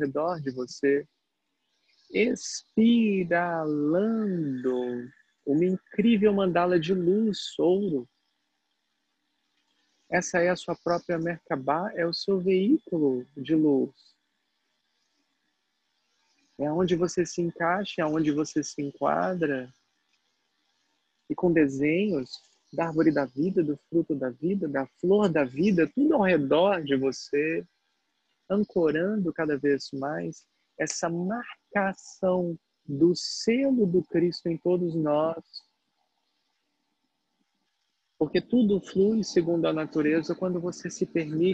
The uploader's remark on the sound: Online via Zoom